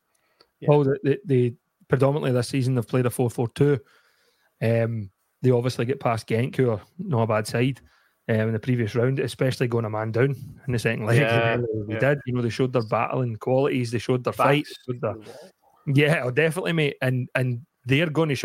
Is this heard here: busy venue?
no